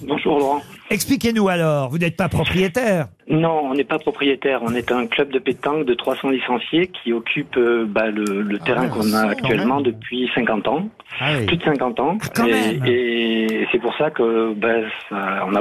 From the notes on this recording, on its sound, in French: LE COUP DE FIL DU JOUR. Au téléphone des Grosses Têtes.